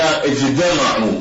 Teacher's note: وما ورد من هذا السماع كلمة اجتمعوا، فيبدلونها إلى اجدمعوا، يعني يبدلون التاء في اجتمعوا تاء الافتعال إلى اجدمعوا · Term: الإبدال بين التاء والدال